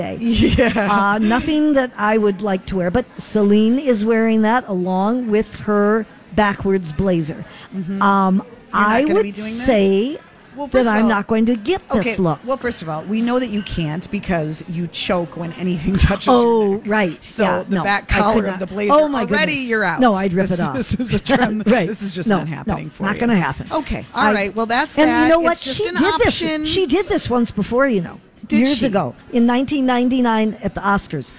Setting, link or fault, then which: setting, busy venue